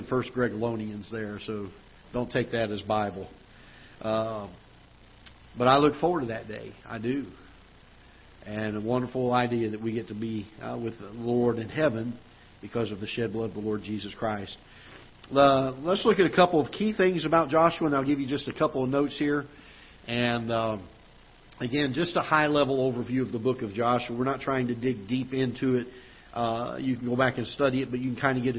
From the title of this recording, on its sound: Ketha Heights Baptist Church ~ Live Broadcast